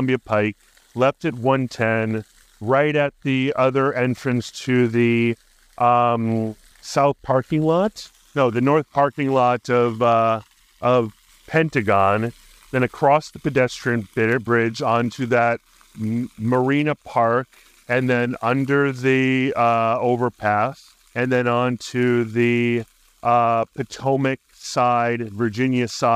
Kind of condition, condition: setting, outdoors